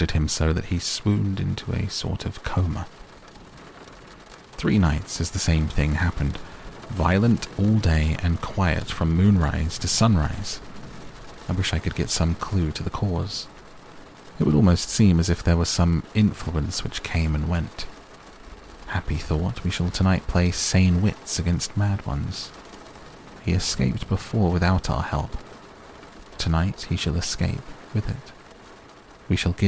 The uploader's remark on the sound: A softly spoken reading of Dracula by Bram Stoker with relaxing rain sounds in the background to help you sleep.